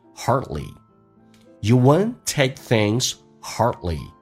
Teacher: hard 重度卷舌，然后是一个长元音